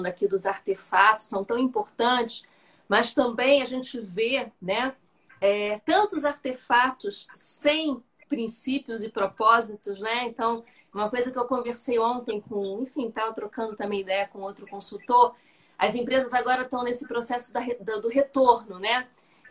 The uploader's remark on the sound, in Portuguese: Live realizada no Instagram em 07/10/2020.